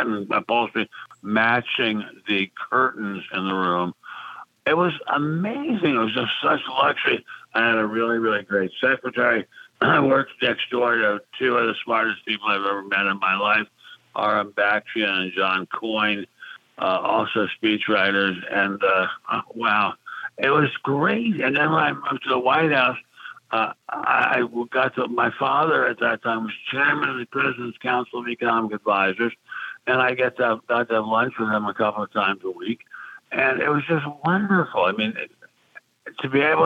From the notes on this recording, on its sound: we take your calls in open phones across America